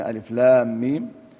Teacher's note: فلام مد لازم حرفي مثقل وميم مد لازم حرفي مخفف. طبعا المد اللازم هو ما اجتمع فيه سكون لازم وصلا ووقفا بعد حرف بعد الحرف المد او مع حرف المد، واذا ما ادغم ساكنه فيما بعده فيبقى هو المثقل زي لام ميم، ولما لم يدغم فهو المخفف زي ميم هكذا.